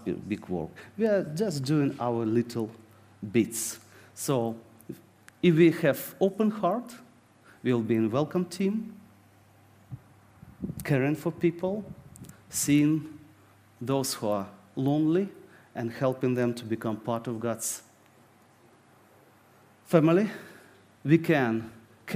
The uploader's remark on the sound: This sermon was recorded on Sunday 10th September 2023 at our Putnoe venue.